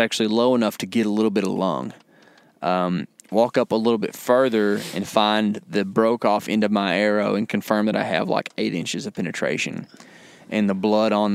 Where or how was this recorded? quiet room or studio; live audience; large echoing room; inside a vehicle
inside a vehicle